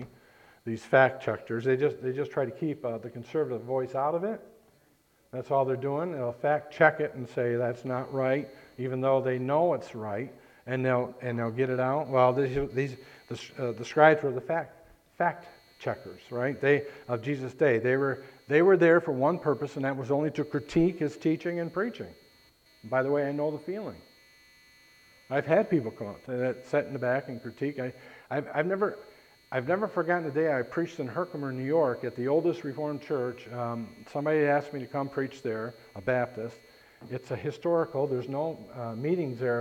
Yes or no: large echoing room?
yes